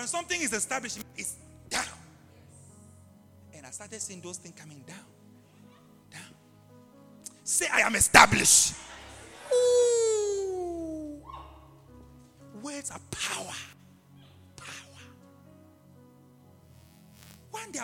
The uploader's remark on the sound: LIVE AT ABC ROBEGA